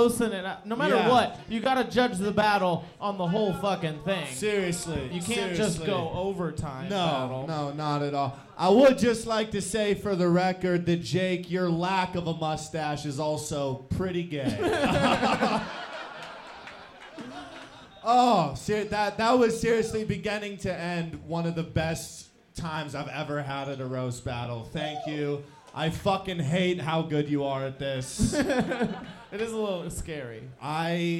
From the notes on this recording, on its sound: Recorded live by Slaughterhouse Studios. This Denver based competition. Recorded live on 3.10.23 at Wide Right.